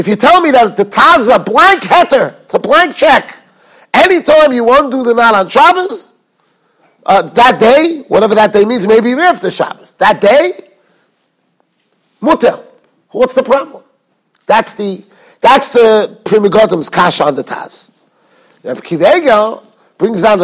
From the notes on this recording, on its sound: Shiur recorded in Yeshivas Ohr Reuven, Monsey, NY.